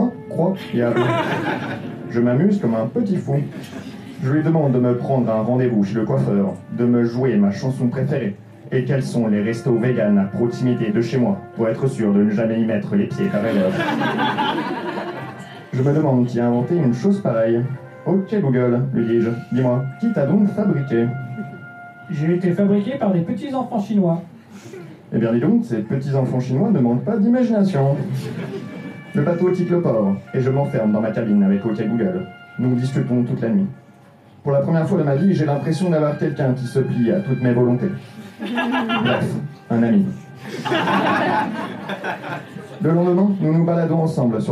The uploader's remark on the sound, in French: Enregistré en direct et en public au Dimanche Marrant.